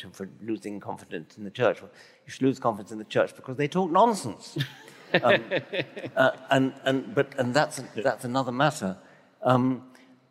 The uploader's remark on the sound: In front of a packed crowd at a sold-out Brisbane City Hall.